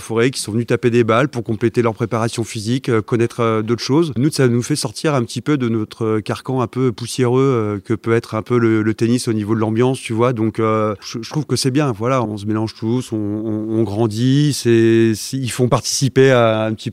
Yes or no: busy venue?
yes